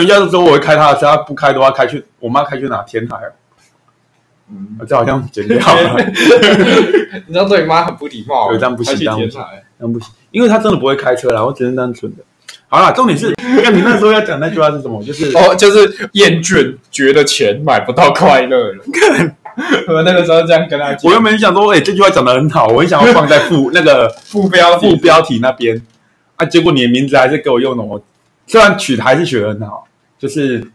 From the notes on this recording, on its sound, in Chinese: 雜貨店錄音品質